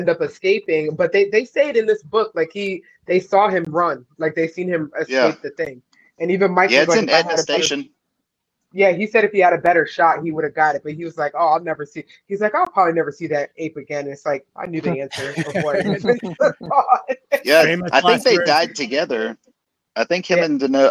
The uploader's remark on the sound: Recorded via FB Live on Dec 6, 2023.